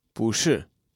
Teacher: it is more logical to go up when the second syllable goes down. 不是 is more logical than 不是. · Term: second tone